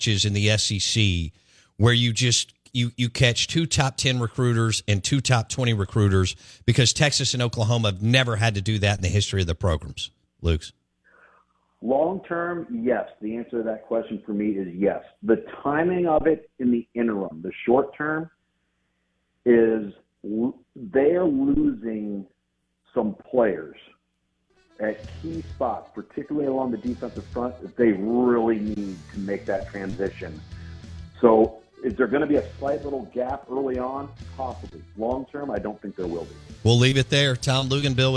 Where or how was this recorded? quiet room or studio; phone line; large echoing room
phone line